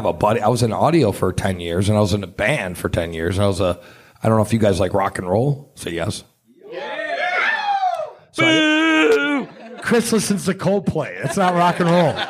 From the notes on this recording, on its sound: LIVE from PorcFest! Meet for the first time in person at Porcfest to record a special (and hilarious) episode of the League Of Liberty.